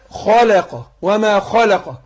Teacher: فحرف مرقق وقع بين اتنين مفخمين اللي هي الخاء والقاف